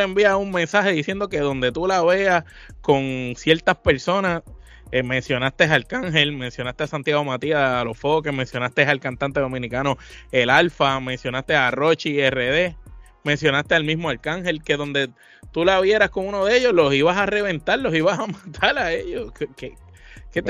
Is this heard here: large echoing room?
no